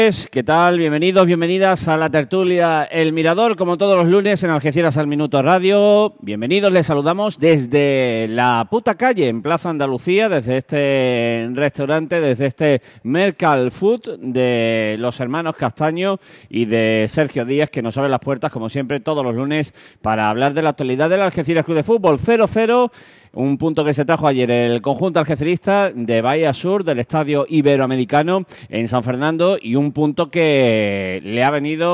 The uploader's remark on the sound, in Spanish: emitido en directo -solo audio- desde La Pxta Calle de Plaza Andalucía